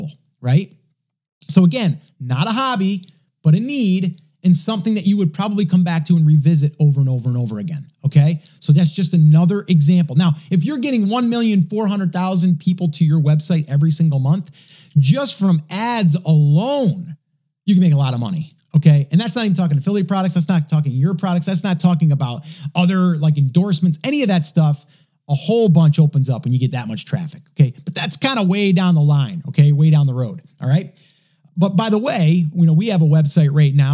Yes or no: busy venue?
no